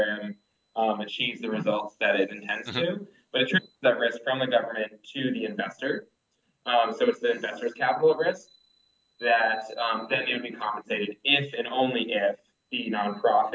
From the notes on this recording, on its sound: Recording quality = a little down because of connectivity issues.